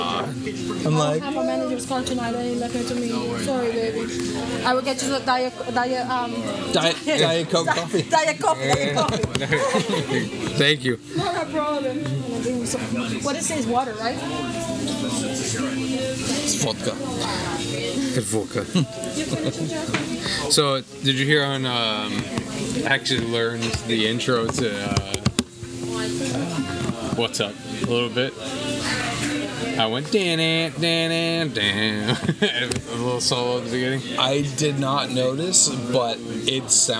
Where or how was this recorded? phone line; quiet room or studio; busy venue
busy venue